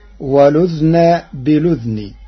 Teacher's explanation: قرأ ورش كلمتي والأذن بالأذن بإسكان الذال معا فتصير ولذن بلذن، مع نقل حركة الهمز إلى الساكن قبلها